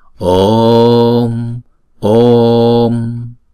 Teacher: Om thì chữ O là diphthong, chúng ta sẽ đọc hai nhịp. Chúng ta sẽ đọc kéo dài chữ O hai nhịp trước khi chúng ta đóng chữ O đó lại